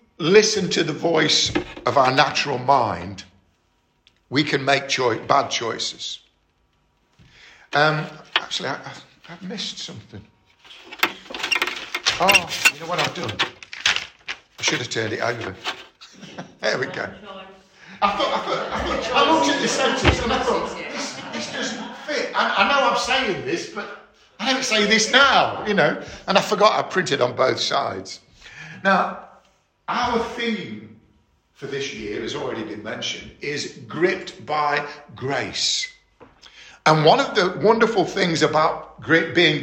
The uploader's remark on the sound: 13 February 2022 - Estuary Elim Church Rayleigh Morning Service